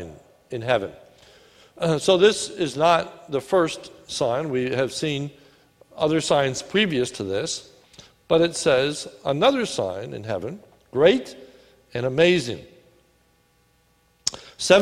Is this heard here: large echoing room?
yes